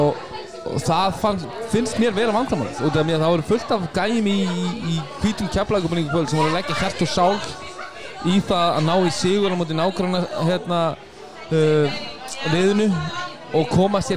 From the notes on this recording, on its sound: Live From Brons. Brons Keflavík.